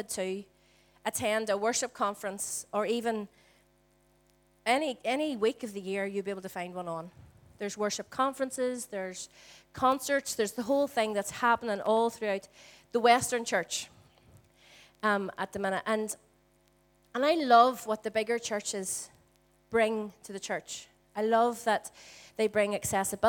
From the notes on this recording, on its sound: Recorded at our Storehouse Venue on 22/04/18.